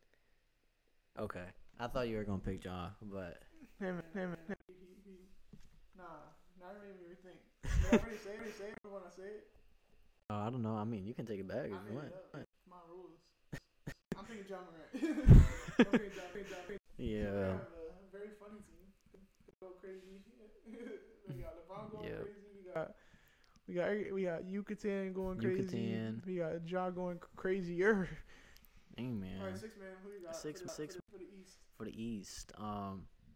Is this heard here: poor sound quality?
yes